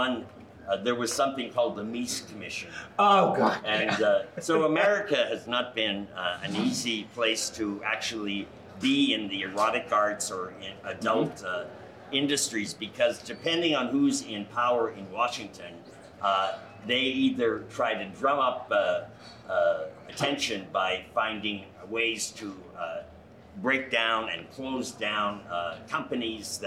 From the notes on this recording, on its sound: while we were in Palm Springs Live at the Tool Shed bar during Palm Springs Leather Pride weekend